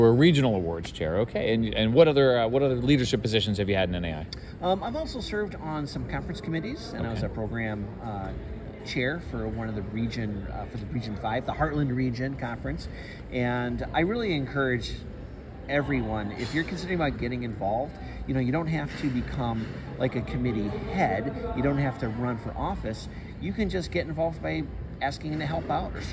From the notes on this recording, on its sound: Live from NAI 2023 in Little Rock, Arkansas!